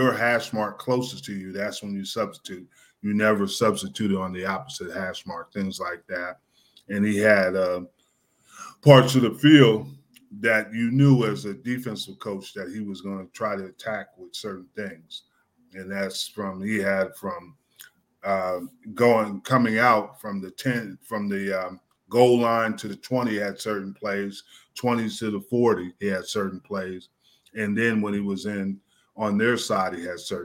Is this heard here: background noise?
no